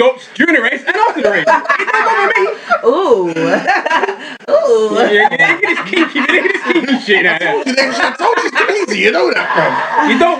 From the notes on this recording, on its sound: A technical issue has struck the Rival Show. Due to the interference of a feline (yes a cat) things didn't quite go to plan. Unfortunately the sound quality just isn't what we're used.